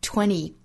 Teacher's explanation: nt 字母组合后面遇到元音的时候 t 的音略掉，前面的鼻音跟后面元音去做连读